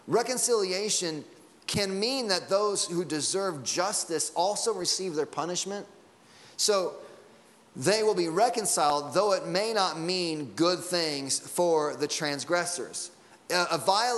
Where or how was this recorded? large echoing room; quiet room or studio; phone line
large echoing room